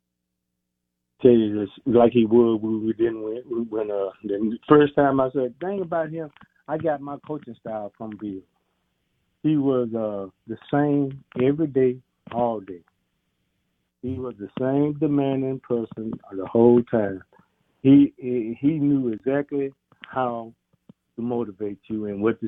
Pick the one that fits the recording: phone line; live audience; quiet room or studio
phone line